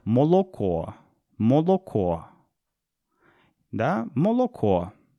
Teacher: люди на севере, они разделяют гласные. То есть они, для них О — это О, для них А — это А